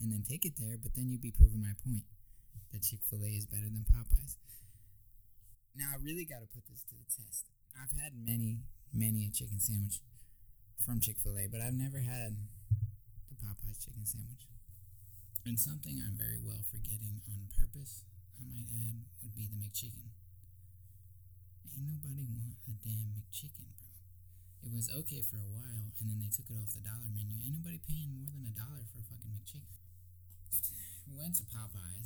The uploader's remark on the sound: I was too close to the mic when I recorded this and then tried to fix it in post.